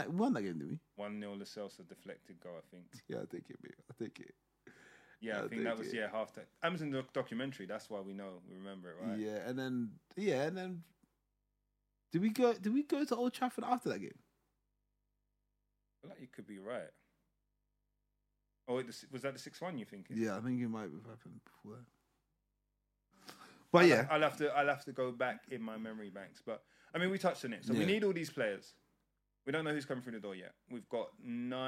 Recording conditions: uneven or low level